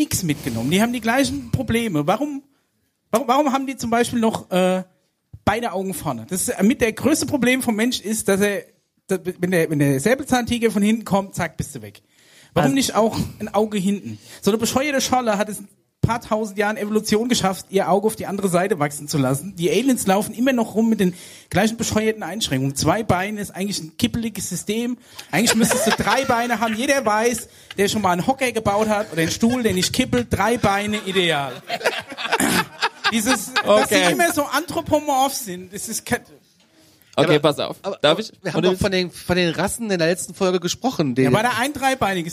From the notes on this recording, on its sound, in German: Live im Kutter! Zu Gast im Kutter auf dem Im-Autokino-Event-2020!